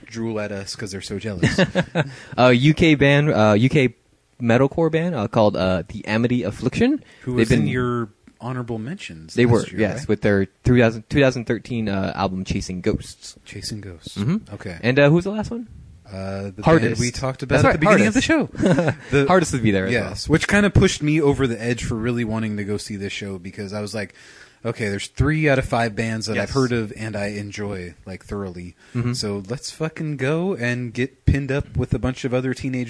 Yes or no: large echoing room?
no